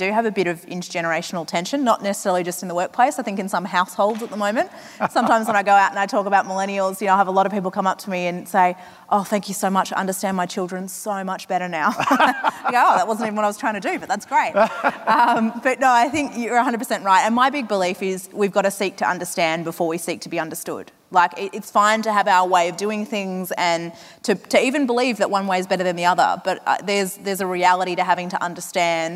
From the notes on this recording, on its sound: From 2018's Flying Solo Live